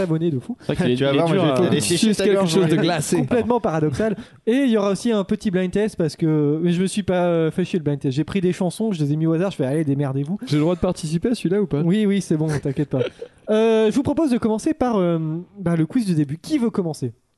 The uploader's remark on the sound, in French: Enregistré en live lors du marathon #ComptoirLive sur Baladodirect.